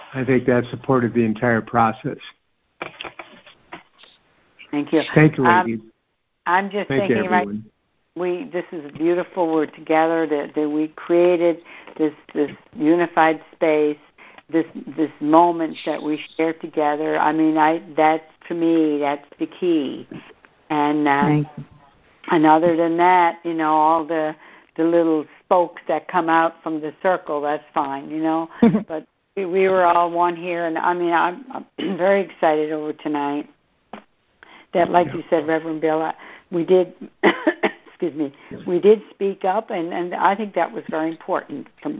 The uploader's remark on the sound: CONF CALL. A Course in Miracles [ACIM] Students are joining together on a Free Conference Call to study A Course of Love [ACOL].